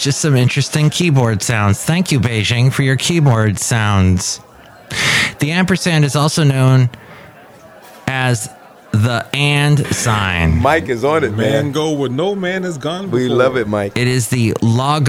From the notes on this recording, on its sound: Podcasts live from Café Anyway.